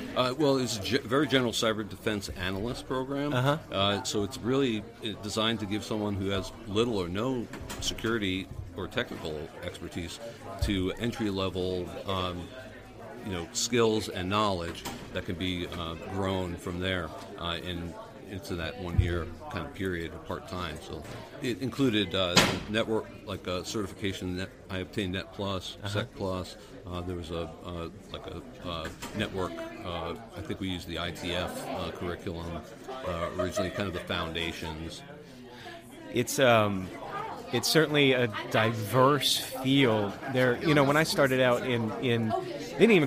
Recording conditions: busy venue